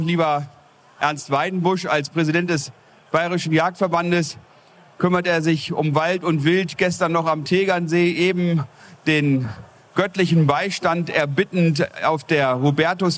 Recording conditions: busy venue